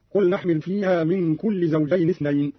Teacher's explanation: قرأ قالون بحذف التنوين أي بكسرة واحدة